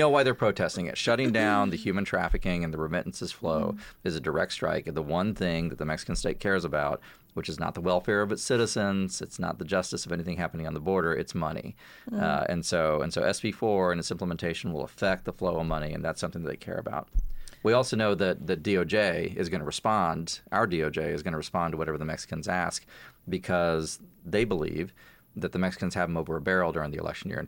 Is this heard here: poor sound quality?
no